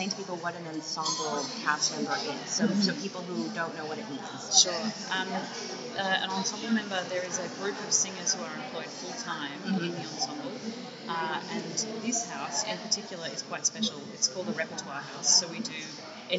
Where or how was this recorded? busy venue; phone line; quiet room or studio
busy venue